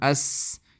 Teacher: in seen the makhraj is constricted, so the sound, it comes with a sort of a whistling sound